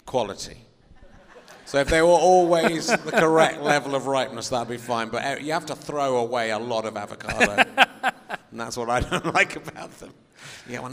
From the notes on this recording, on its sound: Back on stage in front of an actual audience at the wonderful Clapham Grand.